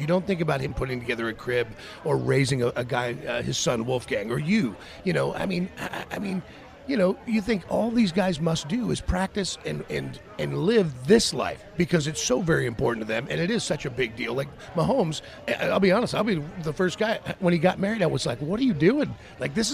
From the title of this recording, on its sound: LIVE FROM STURGIS